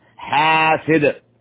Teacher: إذا وقفنا على الدال هنا نقف عليها بالسكون تكون هنا قلقلة